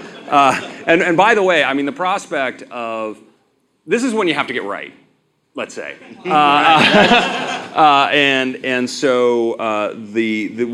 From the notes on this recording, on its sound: Live From WWDC 2016. Recorded in front of a live audience in San Francisco.